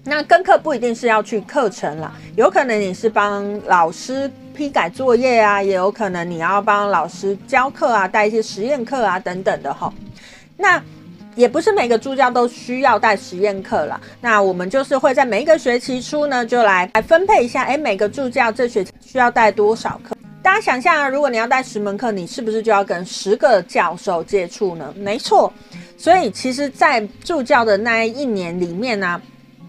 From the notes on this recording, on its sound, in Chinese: 前陣子我到了深山裡去場勘，風景大好、氣氛佳，讓我忍不住在那裡錄了好幾集。可惜因為第一次在室外錄音，雜音的部分沒有控管好，也希望大家多見諒囉!這集因為是臨時起意錄的。